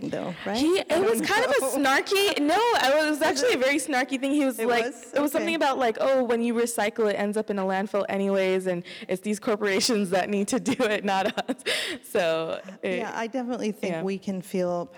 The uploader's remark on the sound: answers questions from the congregation